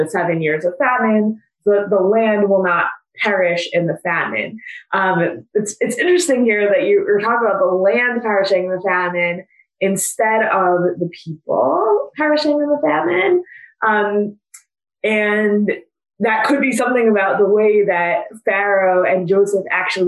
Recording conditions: video call